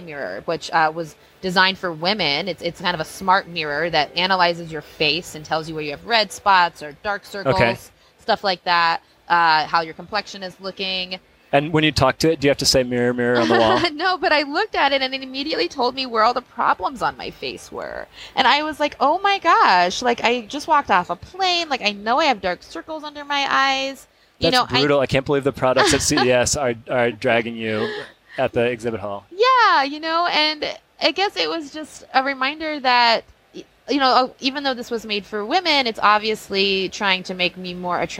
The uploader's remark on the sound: Live from CES